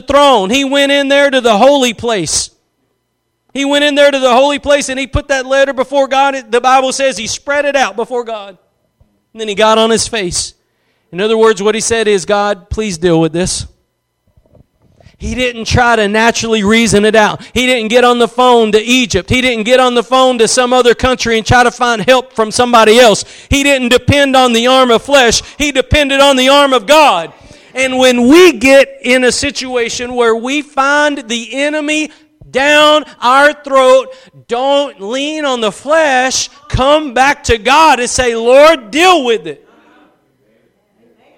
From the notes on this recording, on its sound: Preached at Gospel Lighthouse in Bossier City, La.